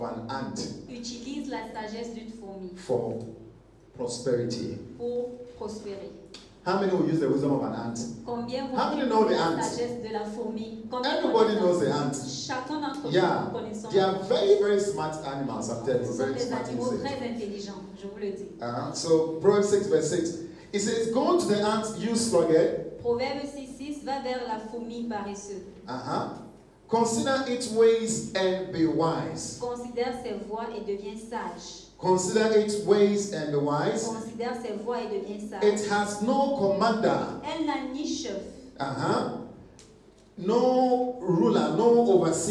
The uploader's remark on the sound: Preached during Joyful Hour Sunday Service Rabat I